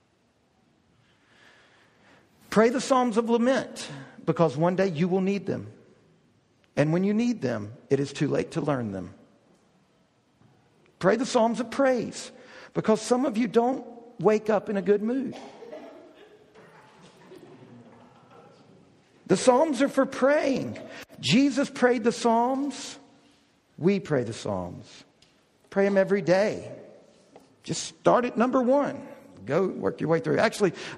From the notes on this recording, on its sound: We hosted a DownTown Talks focused on learning how to read the Bible well. This is an audio recording of the lecture.